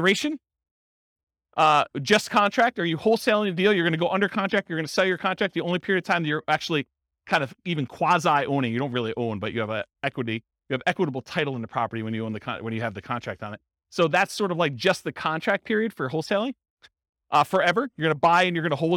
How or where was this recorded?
live audience